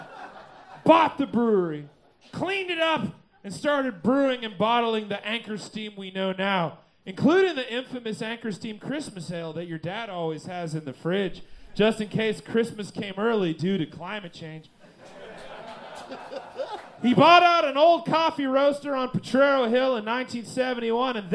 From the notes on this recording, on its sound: Recorded LIVE at Chicago’s Historic Green Mill Lounge on July 15th 2023.